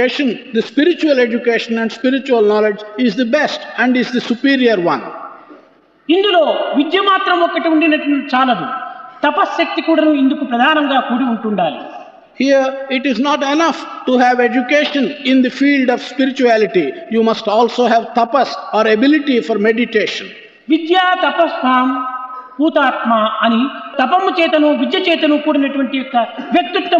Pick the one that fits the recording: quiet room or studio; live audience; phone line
live audience